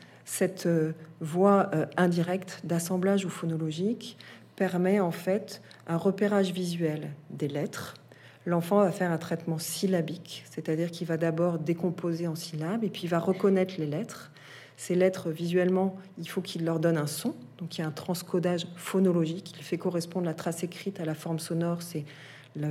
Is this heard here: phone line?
no